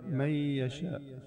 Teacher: هالنون الساكنة فينا ما نلفظها، نساها، انتقل من الميم المفتوحة، يعني من في ميم عليها فتحة، انتقل مباشرة للياء من يشاء. · Term: الإدغام